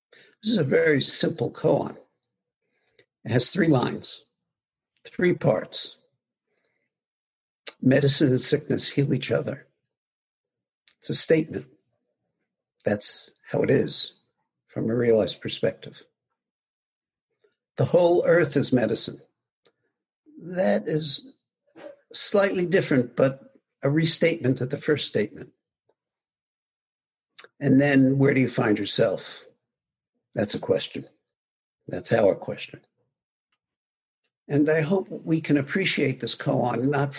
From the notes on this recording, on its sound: via Zoom from his home